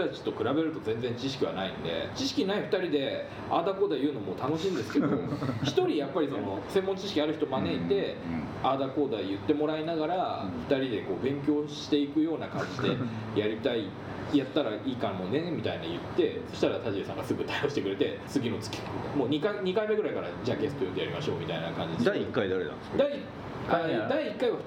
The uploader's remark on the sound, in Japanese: 今回、録音器のトラブルでノイズがあります。とりあえず、取材も収録も終わりかな？と思ってからの貸しスタジオ延長戦です。